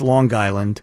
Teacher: the Long Island accent starts, first of all, you have to make the g sound at the end of an Long NG.